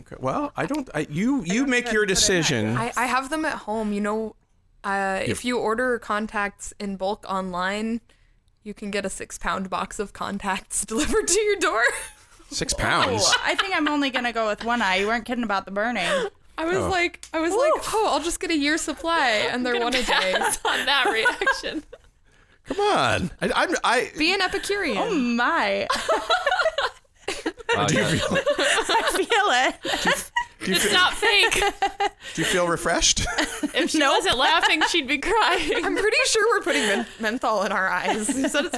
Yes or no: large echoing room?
no